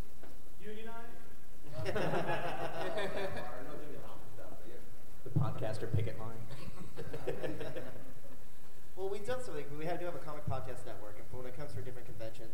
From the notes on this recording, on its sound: The San Diego Comic Con. This is the audio from the momentous second annual San Diego Comic-Con Comics Podcasters panel. Live from San Diego.